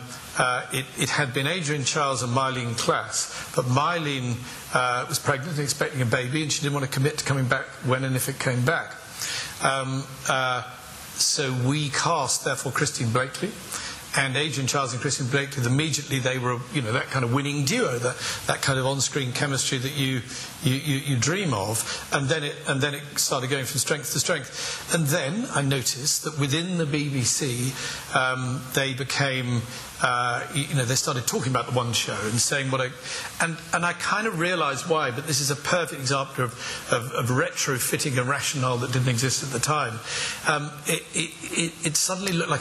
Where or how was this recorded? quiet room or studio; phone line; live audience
live audience